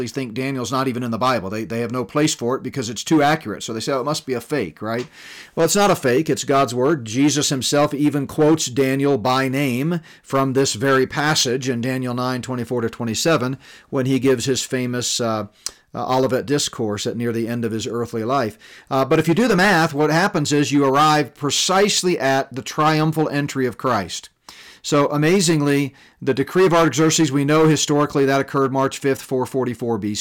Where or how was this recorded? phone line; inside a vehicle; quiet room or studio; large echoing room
quiet room or studio